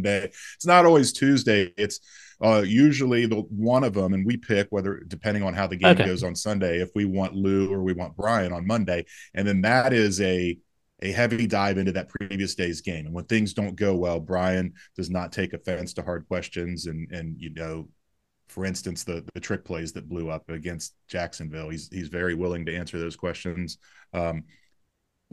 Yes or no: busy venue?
no